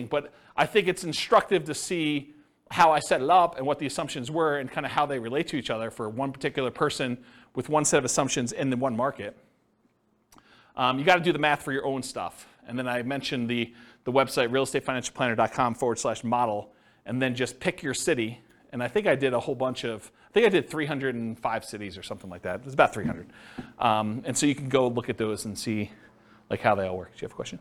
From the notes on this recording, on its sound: This was a live class recorded